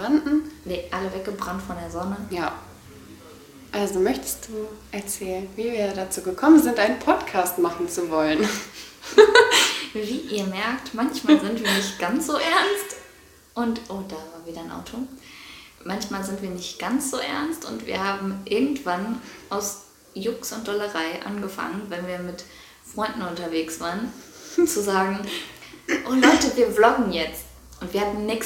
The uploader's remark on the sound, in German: Werden von den Leuten mit denen wir zum Aufnahmezeitpunkt im Urlaub waren unterbrochen. Wir wissen, dass die Audioqualität dieser Folge nicht einmal die untersten Standards erfüllt.